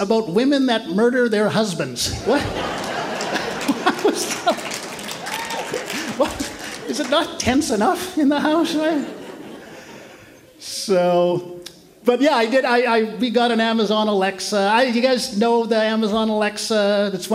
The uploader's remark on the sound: Recorded in 2022 at the Shenkman Arts Centre in Ottawa. From the Winnipeg Comedy Festival.